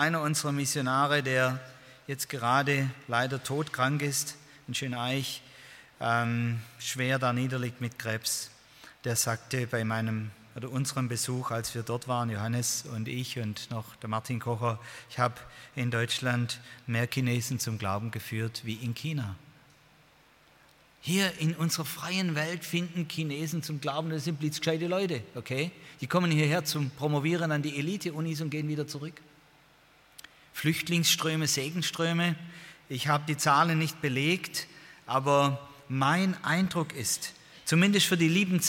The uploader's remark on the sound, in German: beim Freundestreffen der Liebenzeller Mission